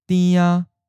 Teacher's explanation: So you start at a mid pitch, hold it flat, and end at a mid pitch. So again, just stay at this mid pitch as you extend it into the neutralized syllable. · Term: seventh tone